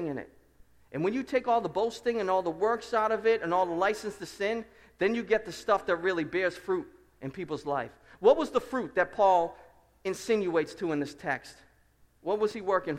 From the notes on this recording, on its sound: Preached at Restoration Road Church on August 13, 2017 at a joint service with our sending church Seven Mile Road.